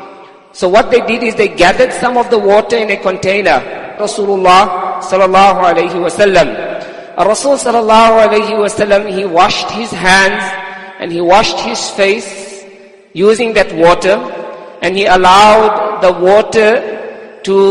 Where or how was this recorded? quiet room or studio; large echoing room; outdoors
large echoing room